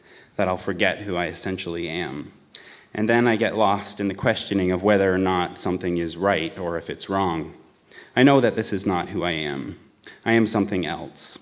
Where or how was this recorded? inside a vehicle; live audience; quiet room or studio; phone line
live audience